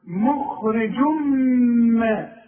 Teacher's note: والميم لازم تغن لانها مشدده